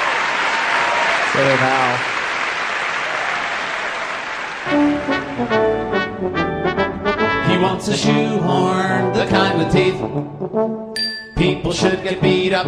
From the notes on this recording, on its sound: Taped before a live audience in Town Hall in New York City. This was a co-production with WNYC New York.